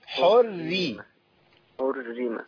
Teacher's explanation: لو الشده بالكسر زي اللي احنا فيها ديت الراء الاثنين ورققوا